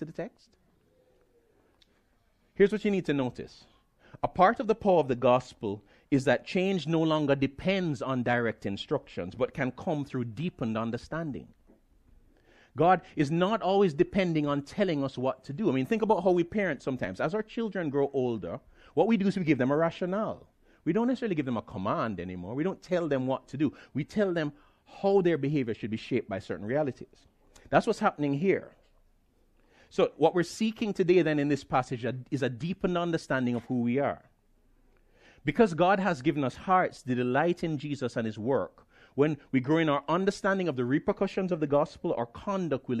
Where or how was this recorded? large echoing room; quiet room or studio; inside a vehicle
large echoing room